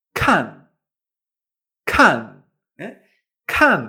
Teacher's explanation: Pues tenemos que sacar aire, se tiene que notar ese aire antes de la vocal